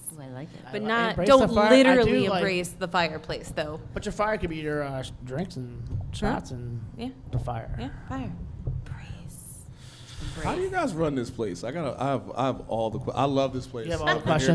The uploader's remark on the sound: Live From The Blaguard, WASHINGTON, DC.